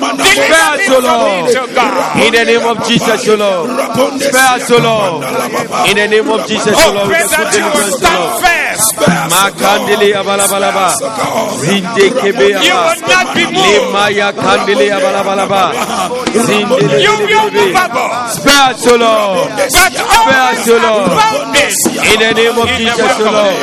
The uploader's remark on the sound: Preached at the Zeloo Service 16072023.